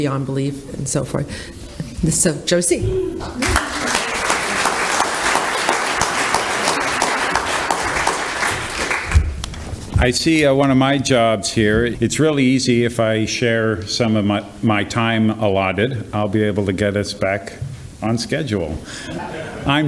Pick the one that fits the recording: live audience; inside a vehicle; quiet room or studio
live audience